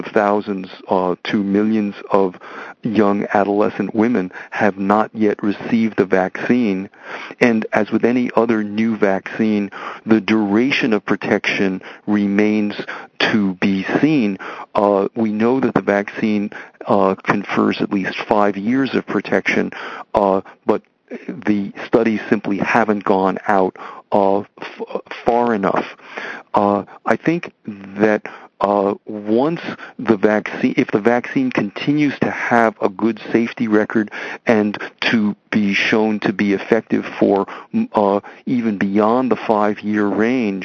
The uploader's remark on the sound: Author in the Room® Teleconference.